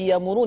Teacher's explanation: لان انت شلت الهمزه وجبت حرف مد · Term: ابدال